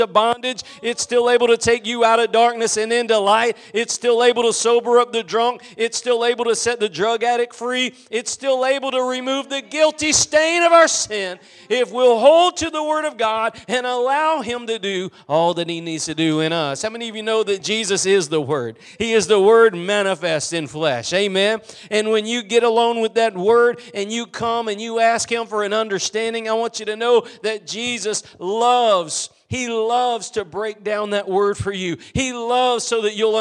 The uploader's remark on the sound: Preached at Gospel Lighthouse in Bossier City, La.